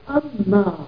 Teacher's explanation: فماذا نفعل؟ أن ما نقلب نون في أن إلى ميم وندغمها في الميم الجديدة، تصير أما. أما أنت منطلقا انطلقت، انتهى. · Term: الإدغام